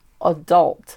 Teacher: you have that hard L before that T